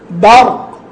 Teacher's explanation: الراء مفخمة، فممكن الباء تنجذب معها فتفخم